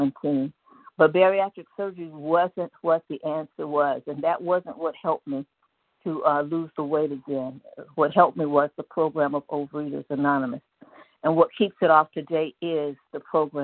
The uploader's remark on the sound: from the 100 Pounders Phone Meeting, 1/6/24.